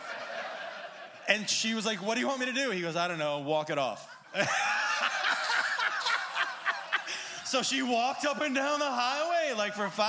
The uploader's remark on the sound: SPECIAL podcast recorded LIVE at ATC Podcast FESTIVAL! In front of a live audience. Crowd interaction and a great comedy guest!